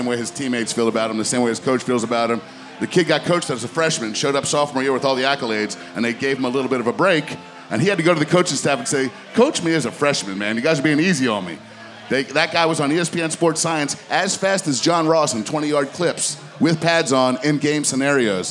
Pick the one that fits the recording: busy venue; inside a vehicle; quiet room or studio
busy venue